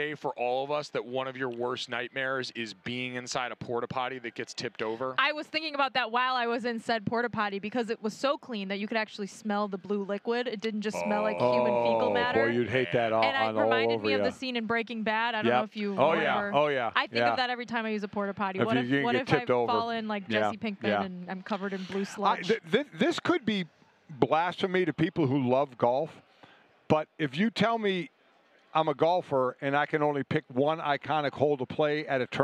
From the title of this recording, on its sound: from Radio Row in Arizona